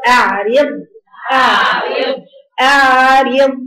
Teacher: الراء رقيقة والضاد حرف استعلاء وإطلاق